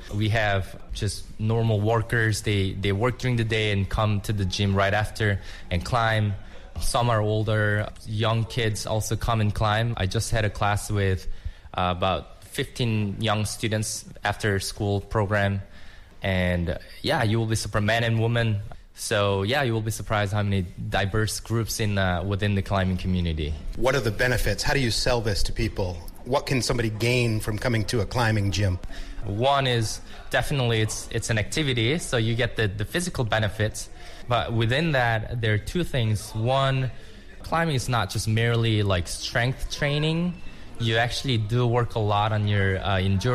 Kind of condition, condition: setting, busy venue